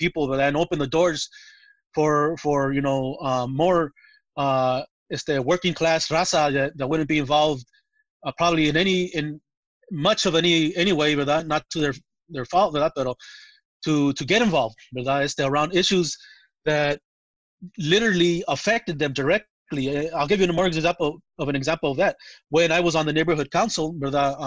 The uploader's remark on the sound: This special episode of The Reality Dysfunction was recorded April 23, 2020, in a Zoom/Facebook live webinar hosted by Mexicanos 2070